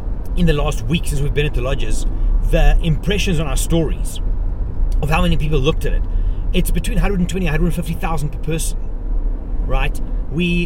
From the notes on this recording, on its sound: Driving Back From Thornybush. In this episode I share some thoughts while driving back from the bush after a week of colabs and content.